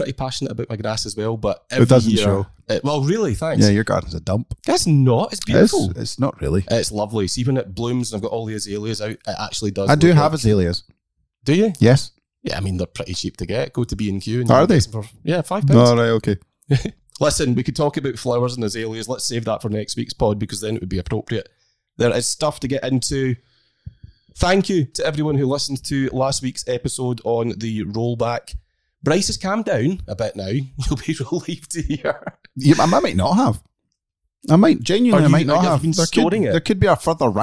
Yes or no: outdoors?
no